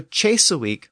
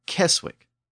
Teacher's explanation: But within Old Norse, that initial C sound didn't shift to the English CH sound. It retained its original Germanic K sound. · Shown in: second take · So Chesewick became Keswick.